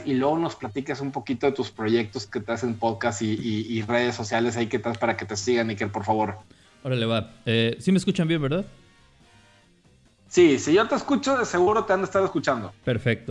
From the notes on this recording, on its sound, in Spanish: Que estamos en aislamiento social.